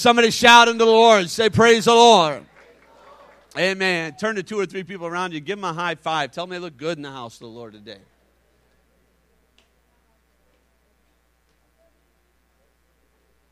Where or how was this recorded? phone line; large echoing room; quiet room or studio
large echoing room